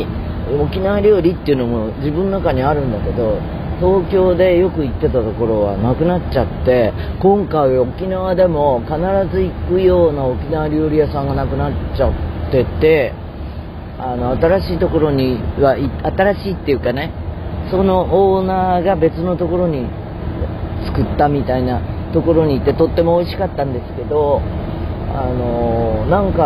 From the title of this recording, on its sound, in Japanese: 沖縄からの飛行機搭乗の前後で収録(飛行機) いつも以上にガヤガヤいってますけど